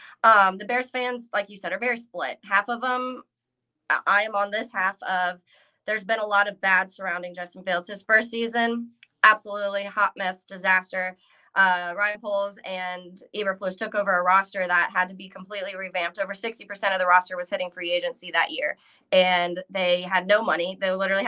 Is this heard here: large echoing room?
no